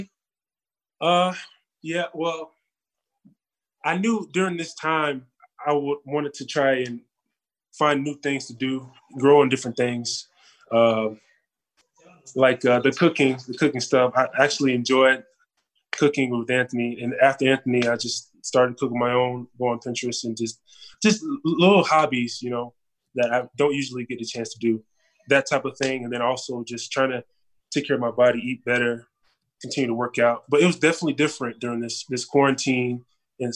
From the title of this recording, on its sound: Zoom Media Conference